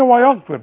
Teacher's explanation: الغين تخينة، وبعدين الفاء دي هي تكون اكثر رقة